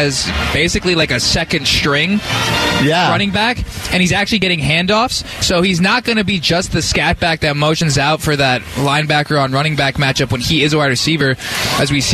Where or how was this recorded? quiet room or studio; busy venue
busy venue